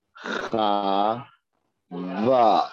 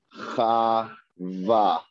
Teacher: So here we're mixing the patach and the kamas, pronouncing it the same.